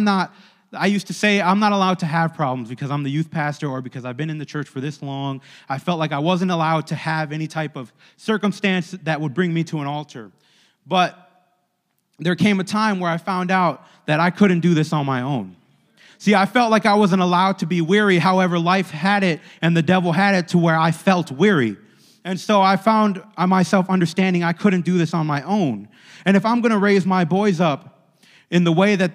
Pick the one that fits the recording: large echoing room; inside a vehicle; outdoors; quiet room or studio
large echoing room